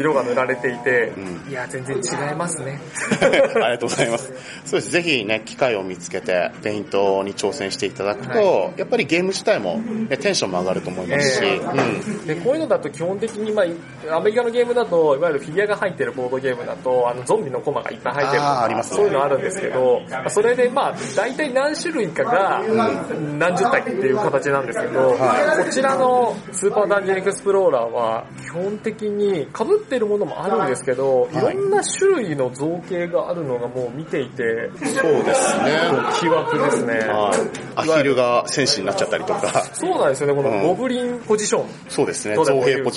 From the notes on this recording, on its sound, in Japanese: 本収録はイエローサブマリン秋葉原RPGショップで開催された『第22回 アナログゲーム体験会』において行いました。音量注意！ 環境音が大きいのでご注意ください。本収録はイエローサブマリン秋葉原RPGショップで開催された『第22回 アナログゲーム体験会』において行いました。